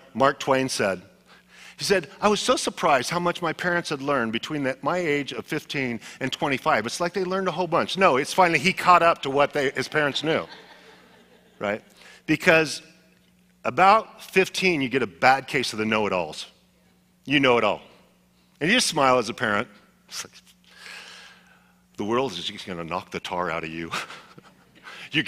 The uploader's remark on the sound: Was a sermon delivered as part of the Anchored Series at Godspeak Calvary Chapel in Newbury Park, California.